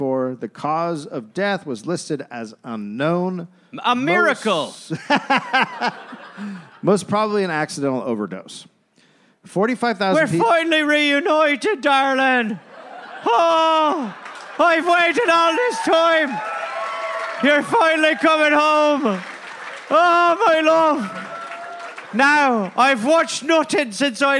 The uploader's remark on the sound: Recorded live in Phoenix, Arizona.